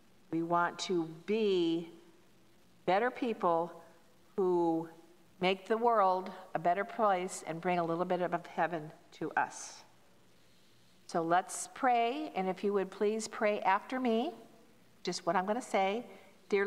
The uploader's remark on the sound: Pender UMC Contemporary Worship.